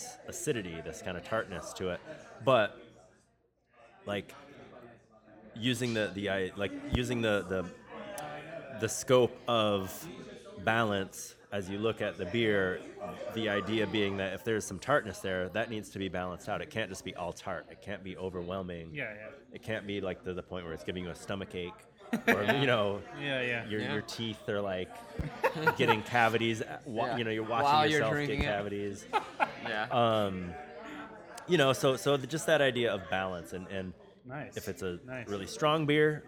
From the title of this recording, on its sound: Live! From Eagle Rock Brewery